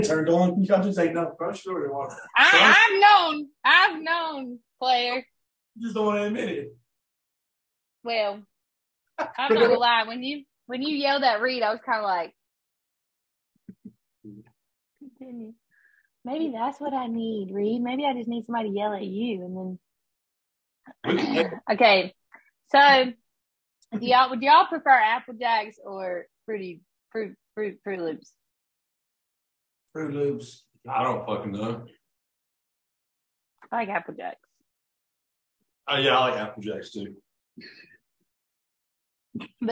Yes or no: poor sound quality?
yes